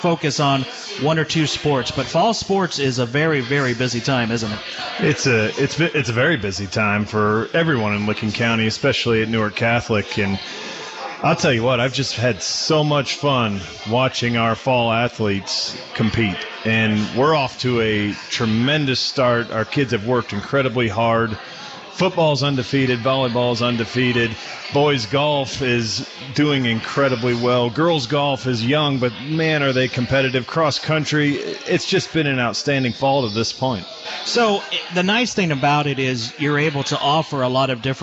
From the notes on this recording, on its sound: The Licking County Locker Room is broadcast live each week from Stein Brewing Company in downtown Newark.